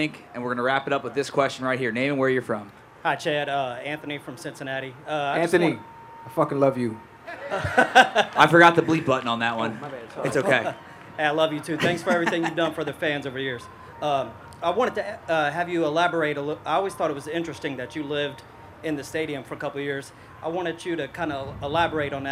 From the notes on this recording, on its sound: live at the Kroger Wellness Festival